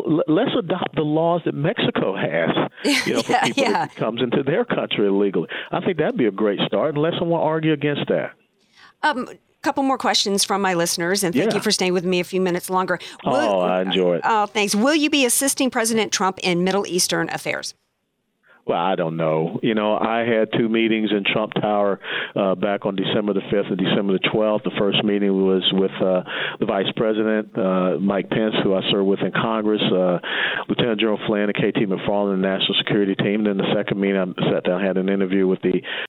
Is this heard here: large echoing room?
no